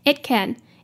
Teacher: 这个 it 跟 can 加在一起的时候呢， it 的 t 会消失，它可以，你可以选择做出 d 的音，就是 d d d 的音，或者是你可以直接把它省略掉，这样才可以念得比较快。